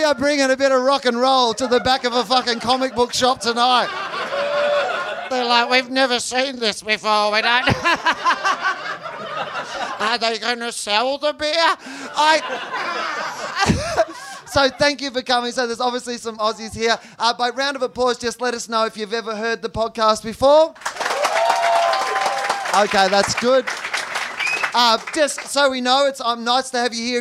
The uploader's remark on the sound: Recorded live at The Nerdmelt Showroom in LA.